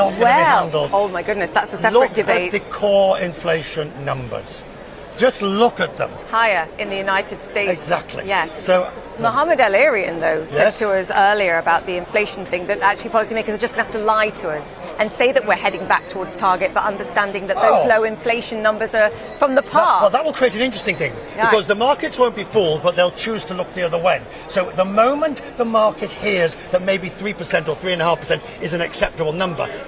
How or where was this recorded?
busy venue